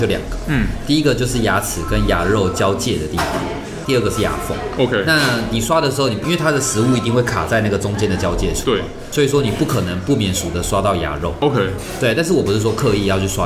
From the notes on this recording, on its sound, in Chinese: 本集白噪音指數：微風級 2/5。錄音地點： 齊客咖啡 The Gathering Cafe。